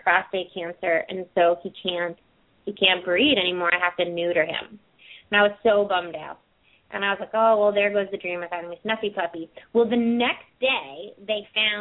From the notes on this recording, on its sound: open up the lines for listeners to call